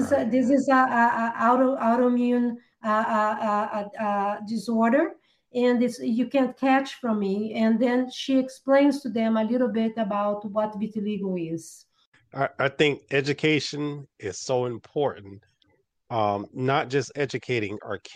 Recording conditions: video call